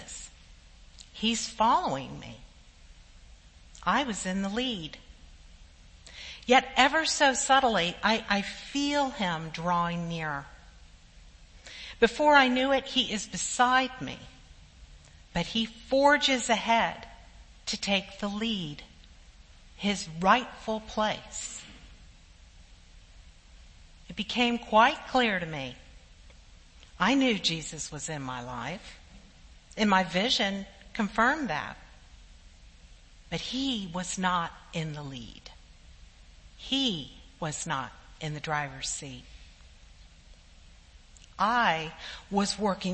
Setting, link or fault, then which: setting, large echoing room